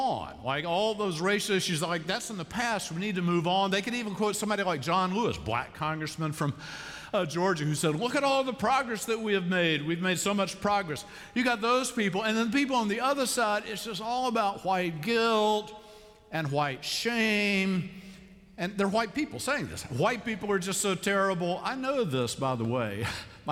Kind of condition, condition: setting, large echoing room